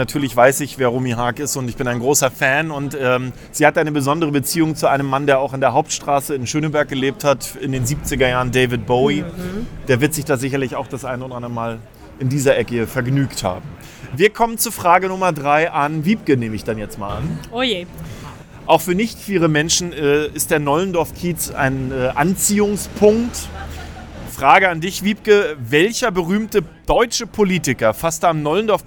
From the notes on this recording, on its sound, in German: LIVEFOLGE von der Christmasavenue. Der Schöneberg Podcast Live! Waren live auf der Christmas Avenue und haben dort eine spannende Podcastfolge.